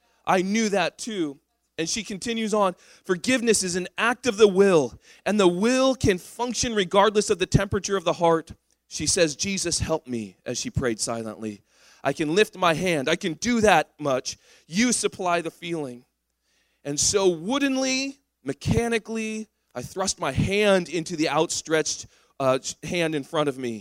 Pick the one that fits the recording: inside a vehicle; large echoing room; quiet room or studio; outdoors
large echoing room